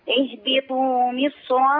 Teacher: ليس فيها الترقيق لأن الصاد حاجز بين الراء والميم · Term: التفخيم